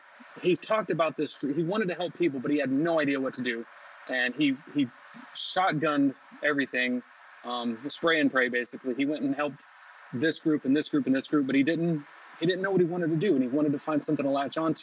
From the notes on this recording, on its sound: Even with audio quality that isn't the best.